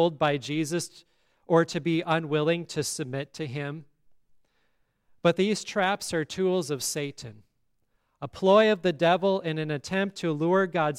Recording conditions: large echoing room